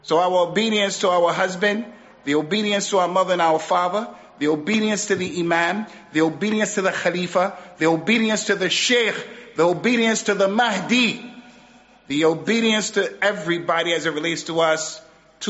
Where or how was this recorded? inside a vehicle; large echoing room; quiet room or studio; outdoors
large echoing room